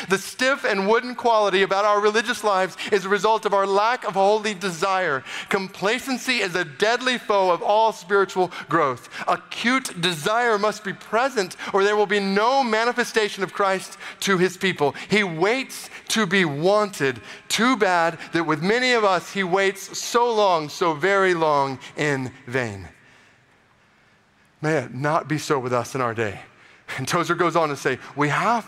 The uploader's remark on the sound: Today’s episode features a keynote message from TGC’s 2023 conference.